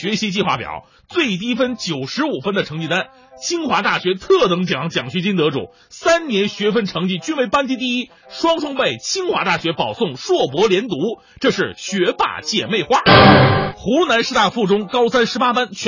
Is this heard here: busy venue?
no